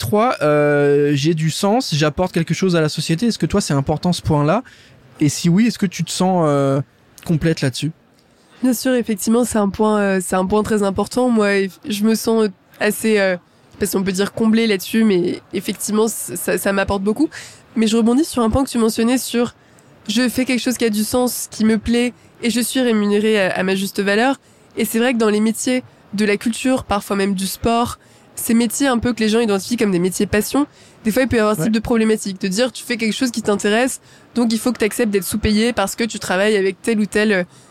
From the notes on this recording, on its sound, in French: en direct du salon Go Entrepreneurs